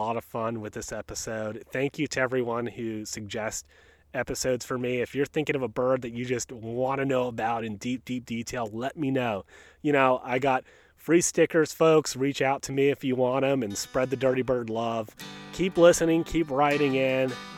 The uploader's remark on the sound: joined by the bird of First Landing State Park in Virginia Beach, Virginia who chime